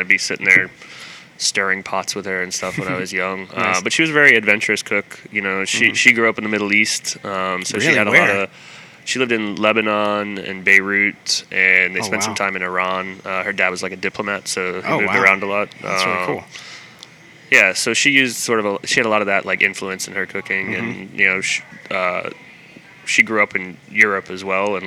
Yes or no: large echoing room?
no